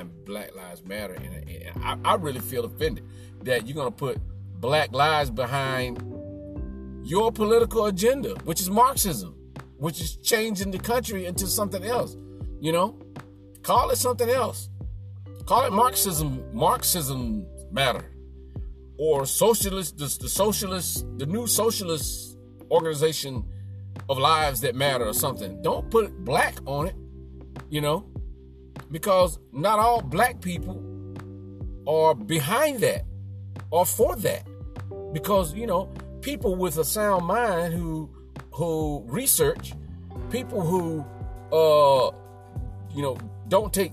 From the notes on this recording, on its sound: Podcasting from my car for the first time.